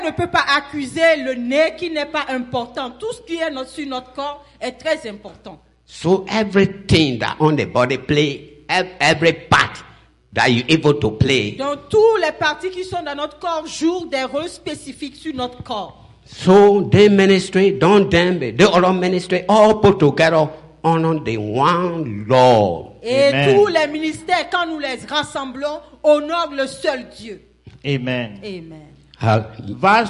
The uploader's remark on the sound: Celebration of Praise and Worship Service